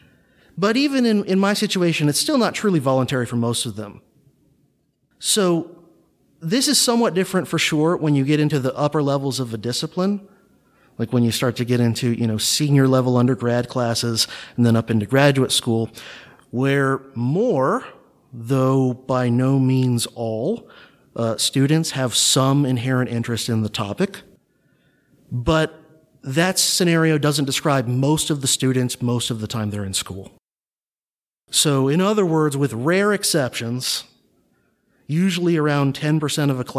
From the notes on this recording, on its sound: presentation from the Sound Education podcast conference held at the Divinity School of Harvard University in November, 2018